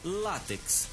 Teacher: É uma palavra paroxítona, pois a sua sílaba tônica é a penúltima